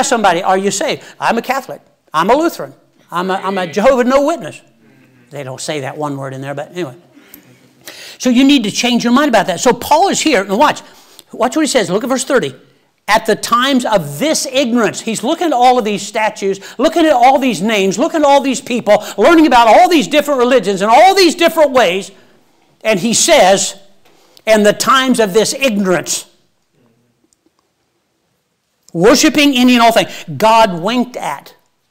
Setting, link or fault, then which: setting, large echoing room